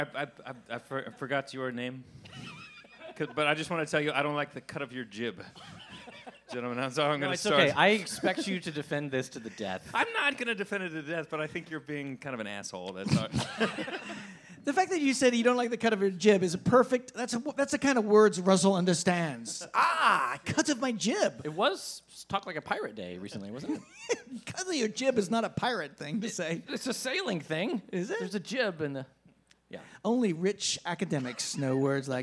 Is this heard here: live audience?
yes